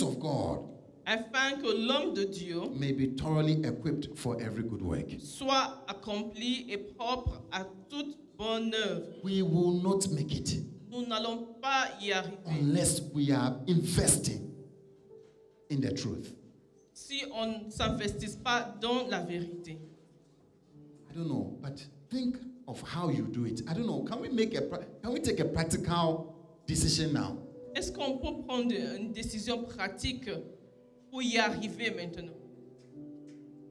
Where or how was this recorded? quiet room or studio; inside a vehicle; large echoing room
large echoing room